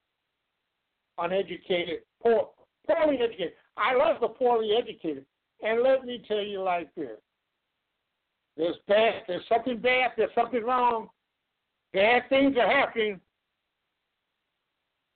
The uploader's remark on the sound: LIVE and call-in broadcast